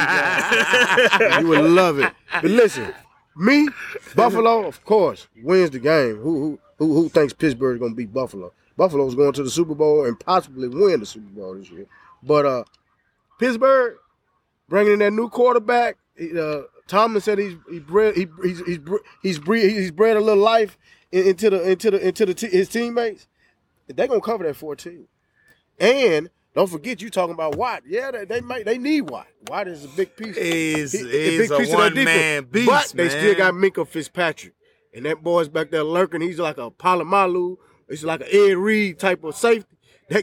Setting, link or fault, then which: setting, outdoors